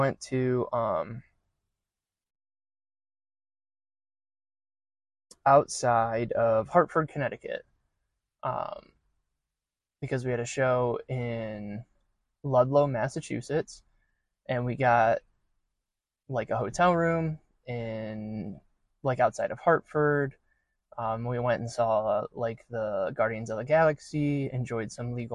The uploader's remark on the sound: Recorded in my car at a local park.